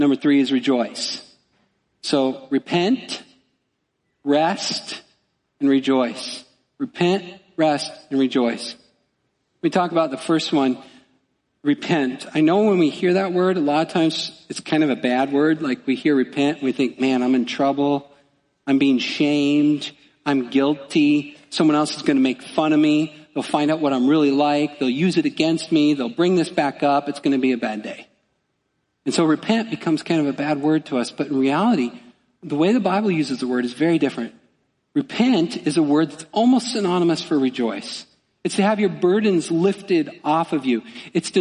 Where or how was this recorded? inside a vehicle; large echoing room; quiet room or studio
large echoing room